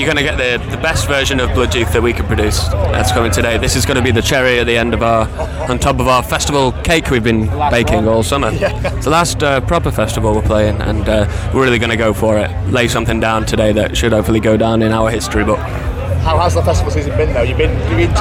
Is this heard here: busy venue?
yes